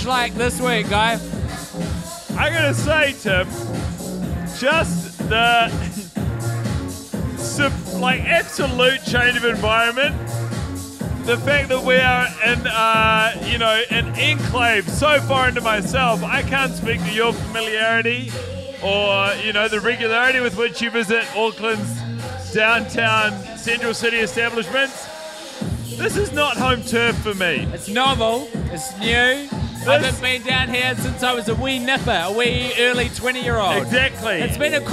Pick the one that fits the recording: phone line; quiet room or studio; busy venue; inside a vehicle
busy venue